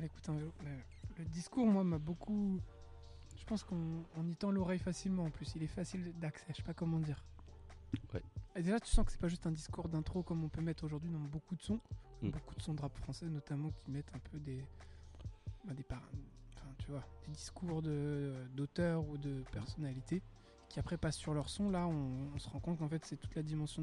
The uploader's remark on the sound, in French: Une balade en vélo avec notre artiste local. Qui va nous faire découvrir ses spots préférés de la capitale hollandaise. C'est donc 1 thématique, 5 sons, 5 trajets en vélo et 5 spots pour enregistrer. Cet épisode est une immersion totale dans la nuit calme d'Amsterdam.